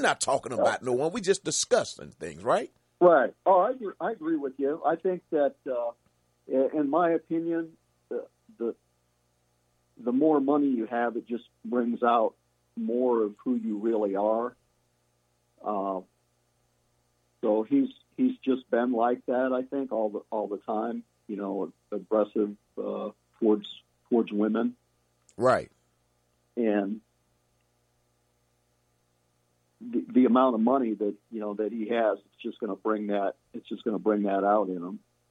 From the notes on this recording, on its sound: with our special call in guest